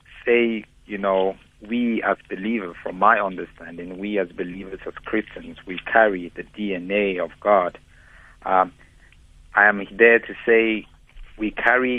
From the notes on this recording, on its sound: Guest on the phone